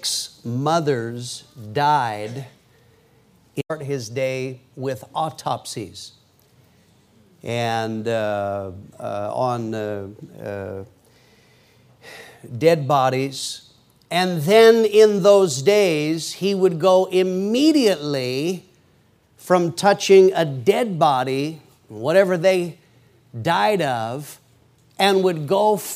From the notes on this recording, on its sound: PREACHED IN MCMINNVILLE FRIDAY PM 2011